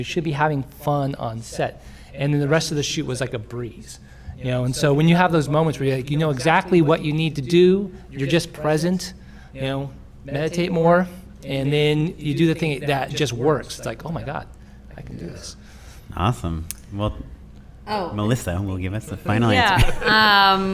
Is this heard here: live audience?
yes